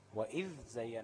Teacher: بالك انك بتطلع لسانك في الذال وبعدين تنطق ازاي عادي